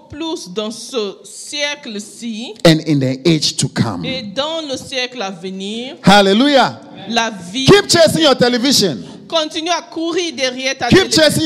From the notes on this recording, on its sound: Preached during Joyful Hour Sunday Service Rabat